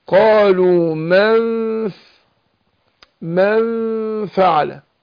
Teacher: الفاء بتخرج من بطن الشفة السفلى مع أطراف الثنايا العليا، السنتين اللي في النص دول اللي فوق اسمهم الثنايا العليا، والسنتين اللي في النص تحت اسمهم الثنايا السفلى.